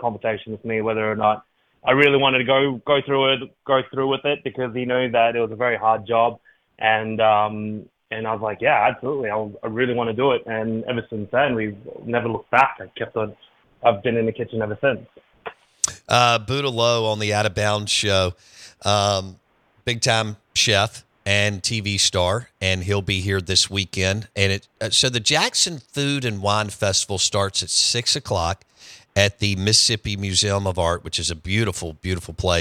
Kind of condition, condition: link, phone line